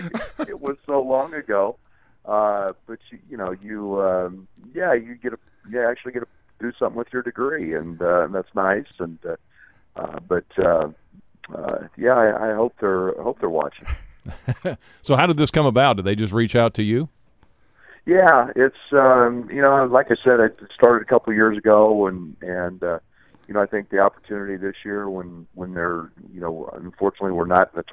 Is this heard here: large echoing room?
no